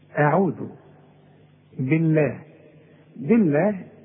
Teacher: لفظ الجلاله مرقق علشان الباء مكسورة